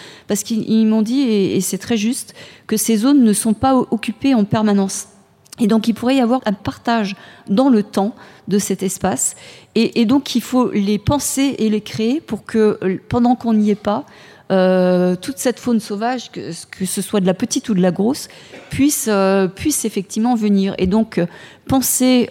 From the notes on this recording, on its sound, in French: Table ronde suivie d’un débat avec le public